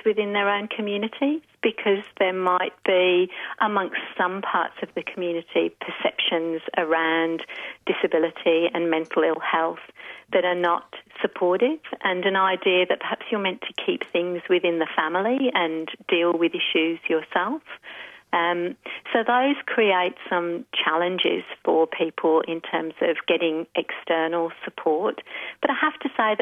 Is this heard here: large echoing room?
no